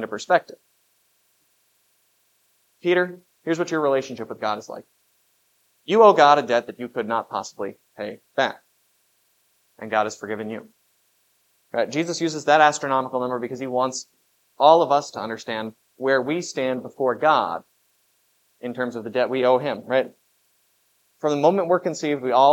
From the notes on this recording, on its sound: was preached at Grace of God Lutheran on September 17, 2023